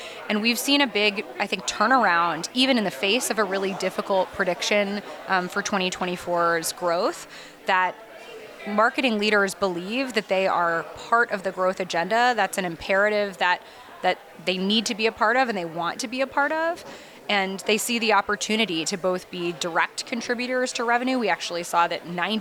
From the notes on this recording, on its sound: Recorded live at Advertising Week New York 2023.